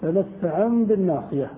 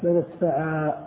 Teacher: طيب انطقا من التوكيد الخفيفة إذا أردت أن تقف عليها فإنها تعامل معاملة التنوين، أي في الوصل تنطق نونا وفي الوقف تنطق ألفا